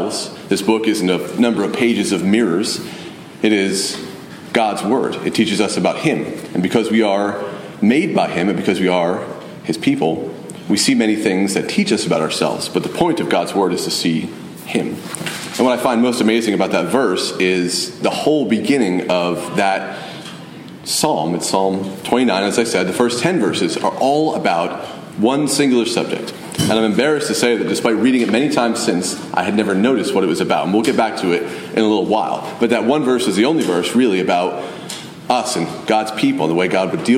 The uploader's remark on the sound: Message delivered Sunday, July 16, 2023 at Mt Carmel Primitive Baptist Church, Bel Air